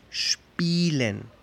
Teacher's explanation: Solo se escucha la I larga, I no se escucha el diptongo ye. no se dice spielen.